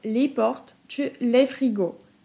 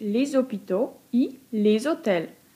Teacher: ale jeśli rzeczownik zaczyna się na samogłoskę, to pojawia nam się w wymowie głoska z · Shown in: second take · Term: liaison